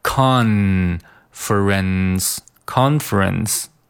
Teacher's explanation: 舌尖去碰到上颚，然后再落下来，然后再一次再去碰上颚